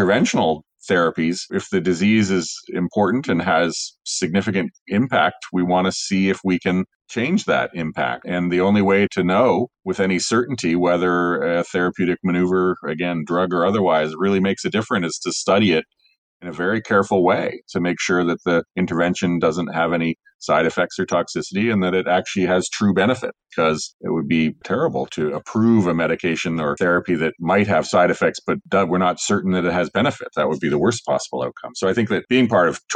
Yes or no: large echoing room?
no